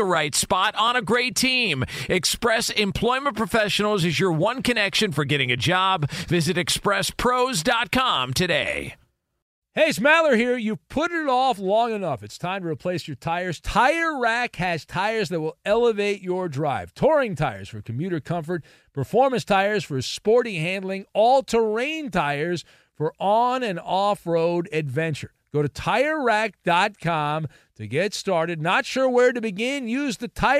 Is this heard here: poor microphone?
no